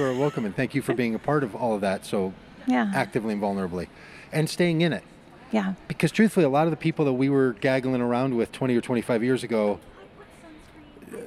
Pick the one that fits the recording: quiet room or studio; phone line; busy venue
busy venue